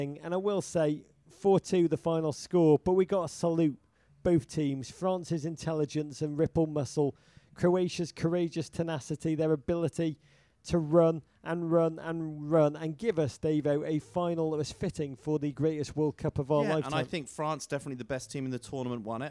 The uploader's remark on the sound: from a makeshift studio at the Budweiser Live Final Experience in NYC